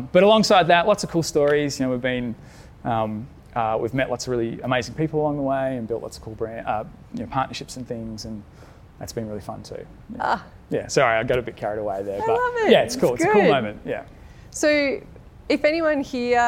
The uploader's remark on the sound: Our first episode is a very special live recording from our February Good Mornings breakfast event for purpose-driven folks held at the Frankston Social Enterprise Hub.